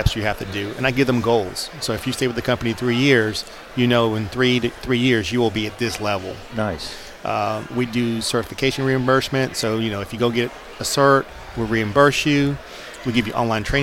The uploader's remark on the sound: LIVE! at CISO XC